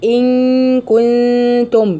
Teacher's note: غنه اخفاء النون الساكنه مع الكاف، وبعدين غنه اخفاء تاني من النون الساكنه مع التاء اللي بعدها، وبعدين في غنه الميم الساكنه مع الميم اللي بعدها اللي هي ان كنتم مؤمنين.